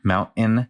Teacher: So in talking with interviewees, we had a lot of people express that mountain seemed like something that was unique to the Denver accent, like the pronunciation of the mountain with a what we call a glottal stop, where you make the T with your throat